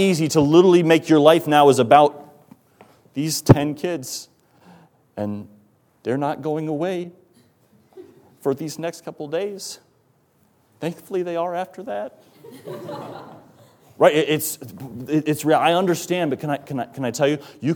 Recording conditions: large echoing room